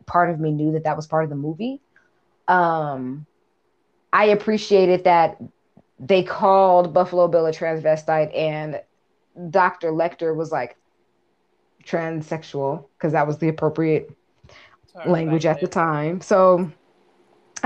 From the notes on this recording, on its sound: Glitchy AF, apologies